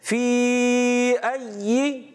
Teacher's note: یا کو مشدد رکھیں گے اور زیر کو بغیر کھینچے ادا کریں گے